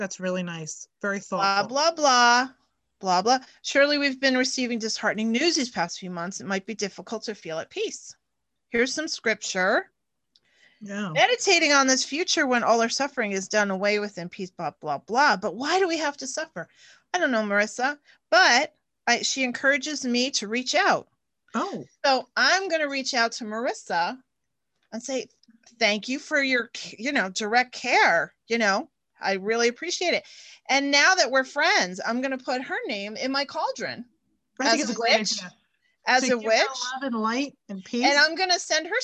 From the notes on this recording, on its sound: zoom it up with a catch up